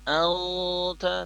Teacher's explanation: Jadi kalau auta maka gunatul ikhfa-nya akan terdengar tebal. Sementara di sini nun sukun bertemu huruf ta itu gunatul ikhfa-nya tipis ya.